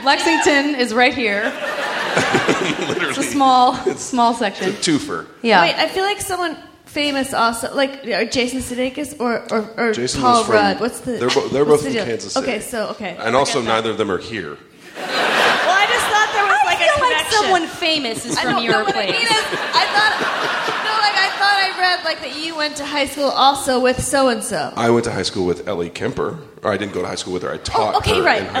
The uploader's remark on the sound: This special live episode recorded at the 16th annual SF Sketchfest